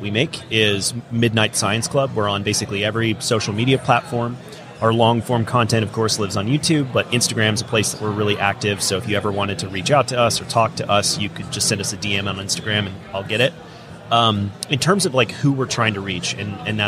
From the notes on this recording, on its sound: LIVE from WORKBENCHcon 2022. In the booth at WORKBENCHcon 2022.